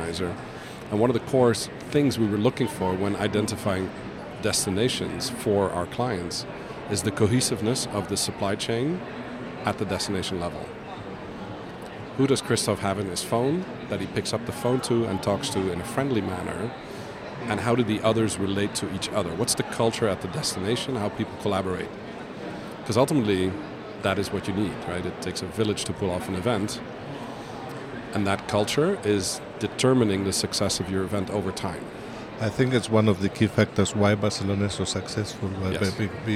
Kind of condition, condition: setting, busy venue